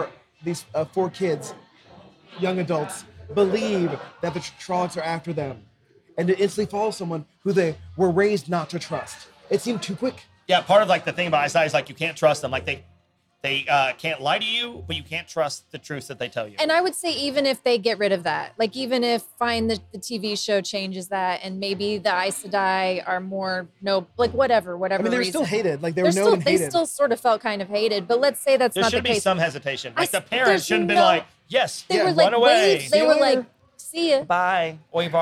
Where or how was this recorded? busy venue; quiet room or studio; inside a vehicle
busy venue